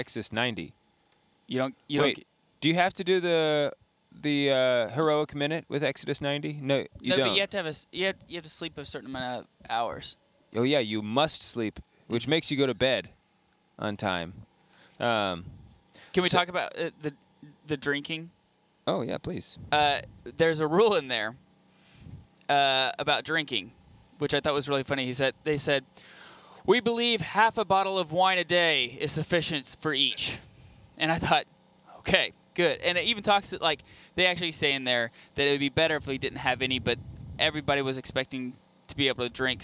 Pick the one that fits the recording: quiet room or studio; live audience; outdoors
outdoors